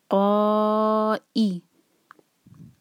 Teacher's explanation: ای cut off sound کے ساتھ آنا چاہیے، اس کا جو مخرج ہے حمزہ کا کٹ آف ساؤنڈ